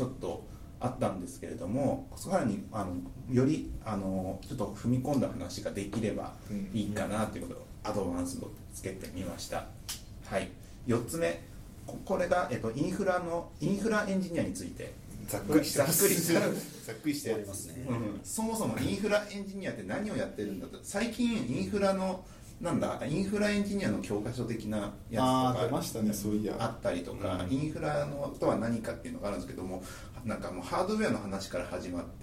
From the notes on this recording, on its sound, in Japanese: 音声の乱れがあります